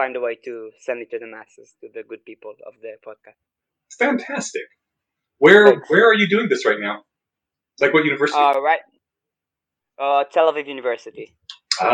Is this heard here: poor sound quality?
yes